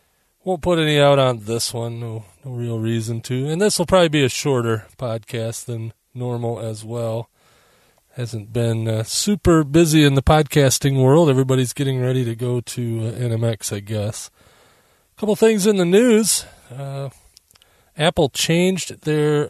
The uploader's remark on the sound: As we called it “back in the day”, live to the hard drive. In fact, I’m recording from my mobile studio (my van) using the mobile setup.